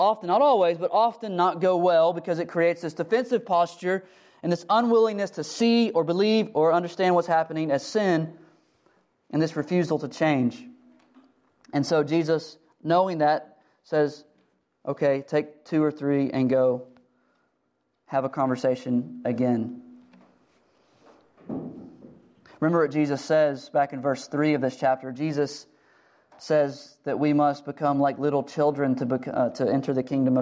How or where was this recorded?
large echoing room